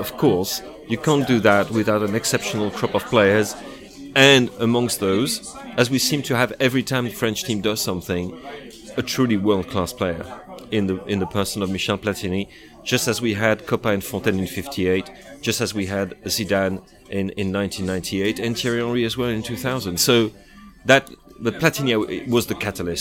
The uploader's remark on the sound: apologies for the noisy hotel bar